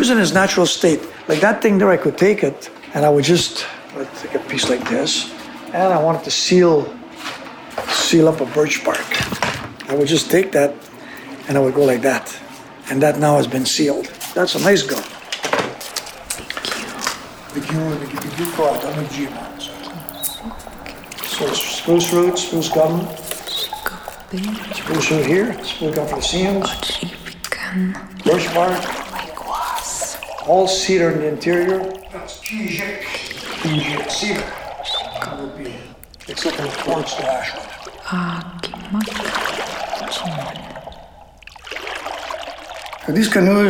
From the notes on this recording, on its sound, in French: Une pièce sonore pour casque d'écoute et balado. D’autres sons ont été collectés et enregistrés sur les rives de la rivière Tenaga (rivière Gatineau) et la Kichi Sibi (rivière des Outaouais).